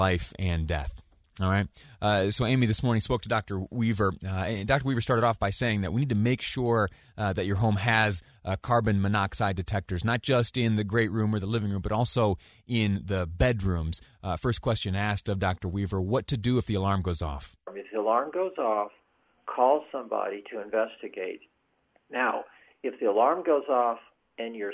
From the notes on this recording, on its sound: Live calls from listeners.